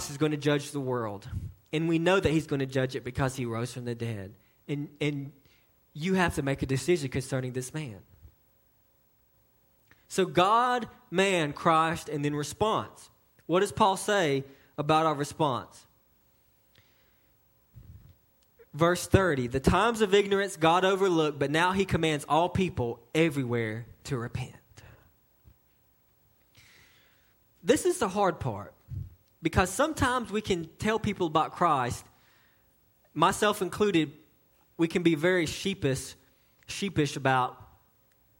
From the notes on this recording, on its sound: a message delivered to Cottondale Baptist Church in Eastman, GA on 2/18/18 during the 6:00pm service